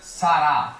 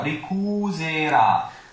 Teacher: So at the beginning of sarà, it's an S sound, but in the middle of two vowels, like ricuserà, then it's voiced